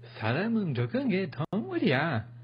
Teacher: Oh, good pronunciation of the syllables. An interesting intonation as well, like you're almost surprised about it.